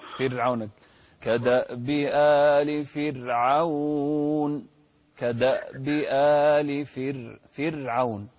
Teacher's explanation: الراء هنا ساكنة وقبلها مكسور. دائما كلمة فرعون الراء فيها مرققة